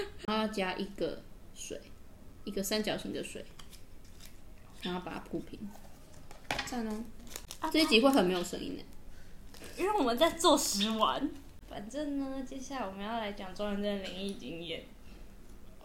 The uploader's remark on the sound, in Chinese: 這集很多拆食玩包裝的雜音！能剪掉的盡量剪掉了！請見諒！